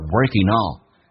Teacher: Working 跟 all 有连音，以 ing 结尾，可以把 g 去掉，用 in 跟 all 形成一个连音